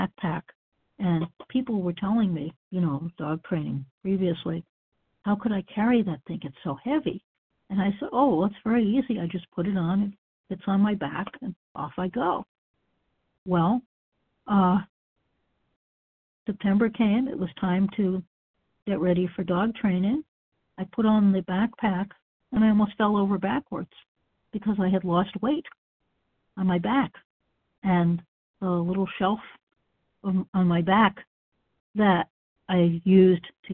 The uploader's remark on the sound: qualification from the 100 Pounders Phone Meeting